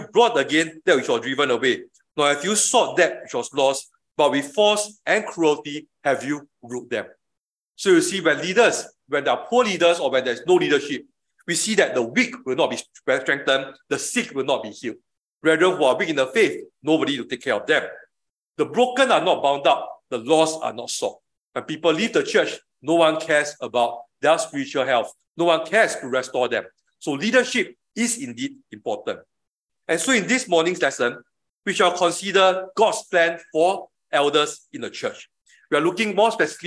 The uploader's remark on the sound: Leadership of Elders [Recorded Live/Sermon]. Weekly livestream of our worship services.